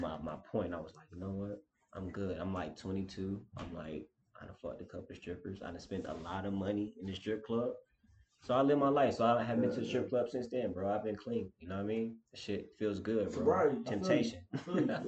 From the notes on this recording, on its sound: When life gives you Mary Jane, you forget to turn the mics on.